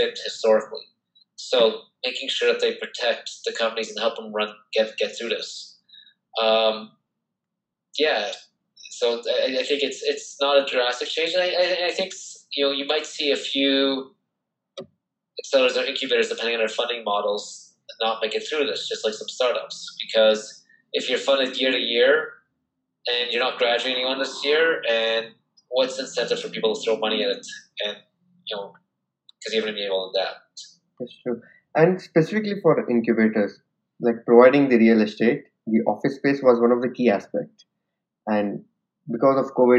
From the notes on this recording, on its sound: Audio Quality is impacted as the recording was virtual over the zoom call.